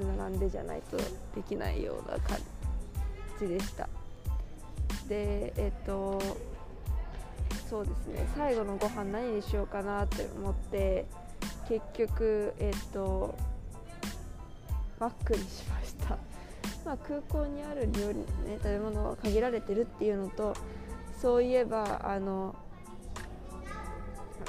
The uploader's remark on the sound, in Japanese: 乗り継ぎのチューリッヒ国際空港で収録しました！Wi-Fiの調子が悪く、途中から一人録りになりました。